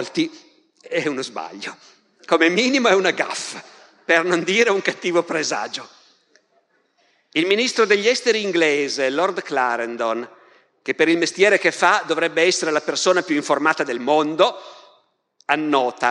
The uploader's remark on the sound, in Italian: Dal Festival della Mente 2021